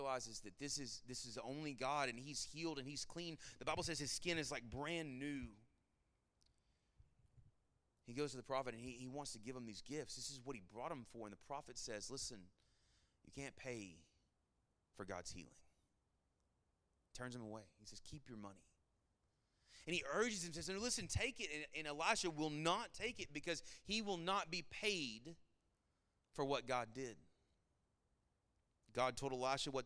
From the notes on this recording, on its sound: Sermon Audio from our Worship service